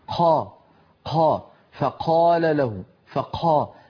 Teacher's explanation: القاف في مصر أغلب الناس يهمسونها فيقول قا قا، فقال له فقا، يتبع القاف بنفس. هذا من النطق العامي.